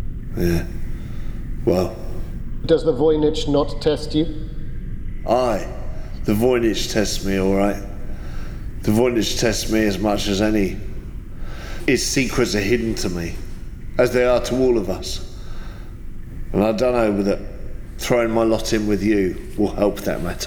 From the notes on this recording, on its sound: Service of Compline, sung 29 May 2016 at Trinity Church Boston